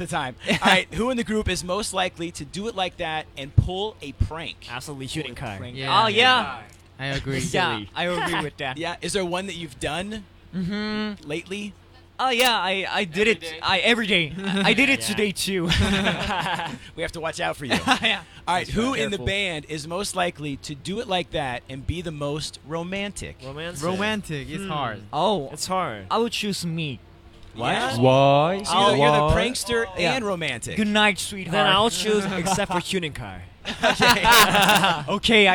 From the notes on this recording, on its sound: The Mix is live backstage at Lollapalooza 2023!